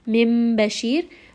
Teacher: رَا here in this case is going to be light because it has كَسْرَة